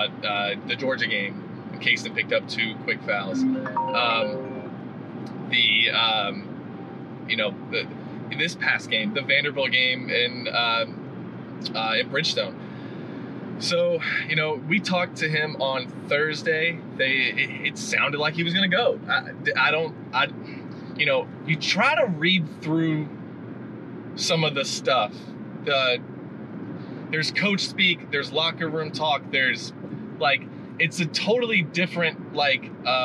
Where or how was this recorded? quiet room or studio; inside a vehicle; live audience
inside a vehicle